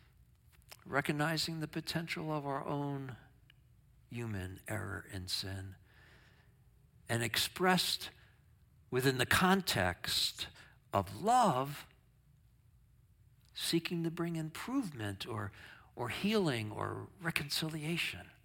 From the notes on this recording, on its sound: Sermon from our worship service on 7/16/23. Streamed live on video from our campus in Westlake Village, CA.